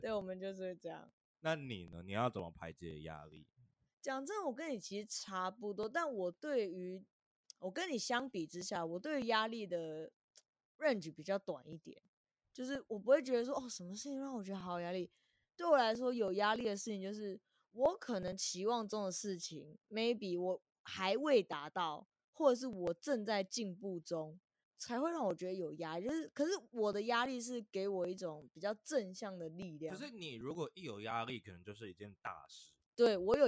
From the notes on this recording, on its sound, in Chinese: (BETA中可能音質很差)。第一次錄音偏緊張，在此也呼籲大家不要用網頁式錄音軟體，音質爛到^^，我明明就有買麥克風。